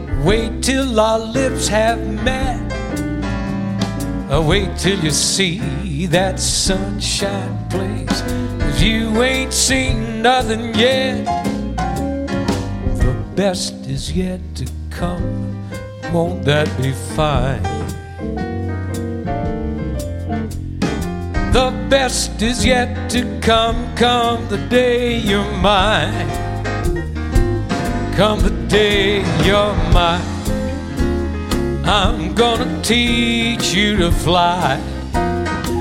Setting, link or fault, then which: setting, busy venue